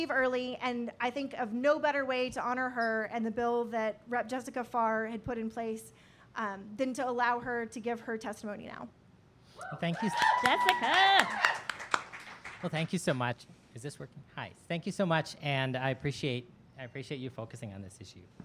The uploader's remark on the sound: This week we recorded our first ever LIVE podcast at the Austin Young Democrats meeting at Cheer Up Charlies.